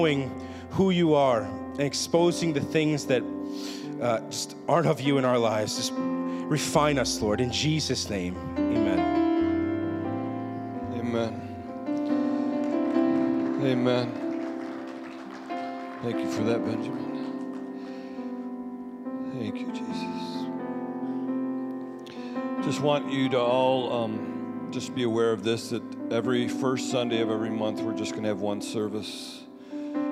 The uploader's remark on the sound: Sunday Service Recording.